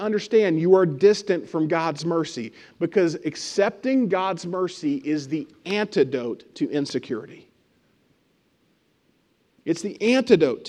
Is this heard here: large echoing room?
yes